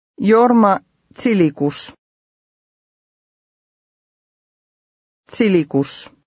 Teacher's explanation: Here, the Z is pronounced something like TS.